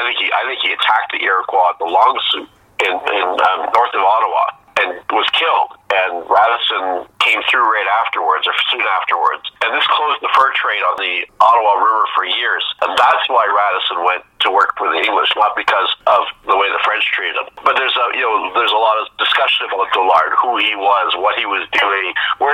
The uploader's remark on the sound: over the phone